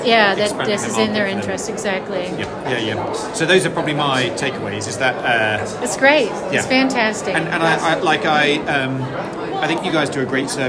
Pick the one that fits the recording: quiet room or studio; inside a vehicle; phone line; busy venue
busy venue